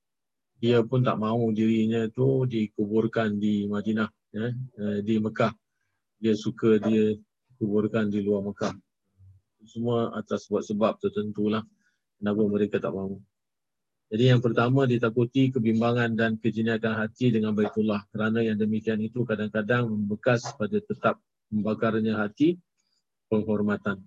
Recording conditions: video call